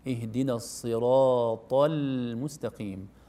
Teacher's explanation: كلمة الصراط كلها كلمة تخرج باستعلاء في اللسان، الصاد والراء والطاء